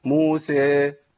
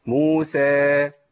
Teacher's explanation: يبقى انا ممكن اتراخى في نطق الحرف المد الالف اوصله لاماله · Shown in: first take · Term: اماله صغرى